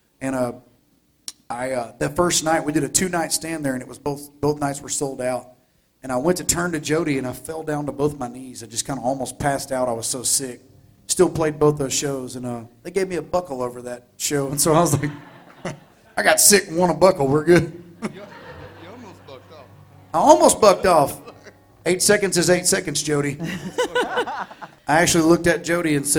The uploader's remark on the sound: We're sharing never before heard conversations from my days at The New 93Q in Houston. This conversation was recorded during an Up Close and Personal private performance for listeners of The New 93Q.